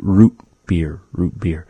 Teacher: we have this glottal stop in the word root beer, in that we don't actually say the T sound. We don't really pronounce it as T.